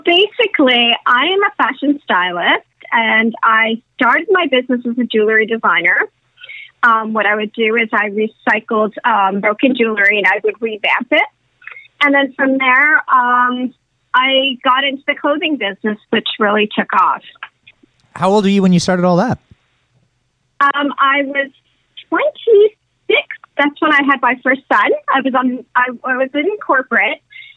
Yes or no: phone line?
yes